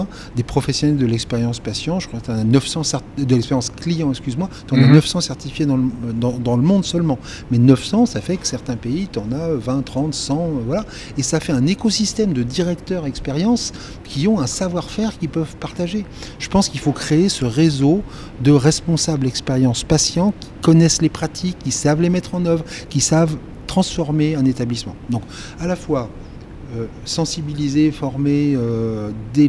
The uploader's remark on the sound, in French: L’entrevue a eu lieu au Centre des congrès de Montréal suite à sa conférence.